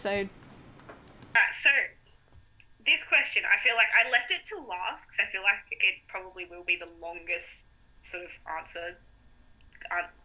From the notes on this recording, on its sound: Please be patient as we explore improving the audio.